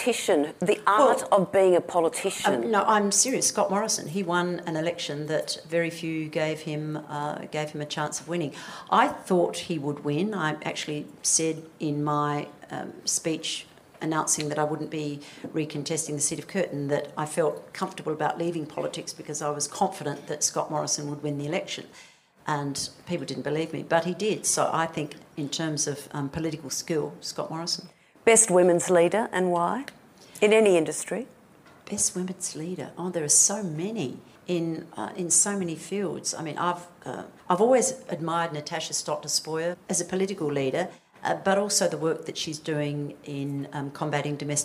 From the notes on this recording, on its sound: A Q+A at the CommBank Women In Focus Conference. Use of the audio from the Women In Focus conference.